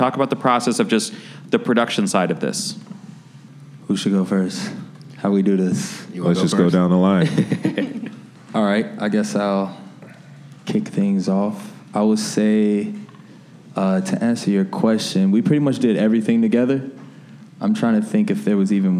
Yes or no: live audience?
yes